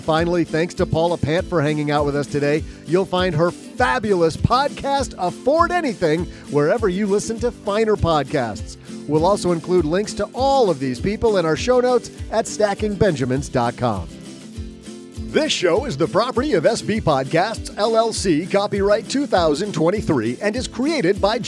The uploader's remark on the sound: We asked an All-Star panel that you can only put together at a big conference like FinCon. We're recording LIVE from the moomoo podcast booth at FinCon 2023.